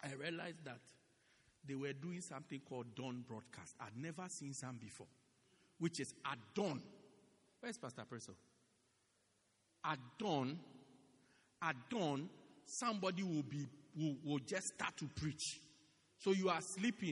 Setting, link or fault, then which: setting, large echoing room